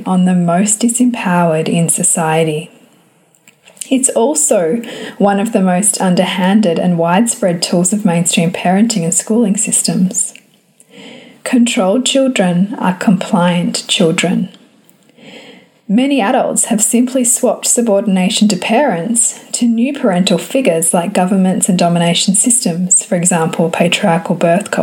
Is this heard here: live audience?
no